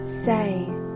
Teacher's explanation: 双元音从 a 到 e 的滑动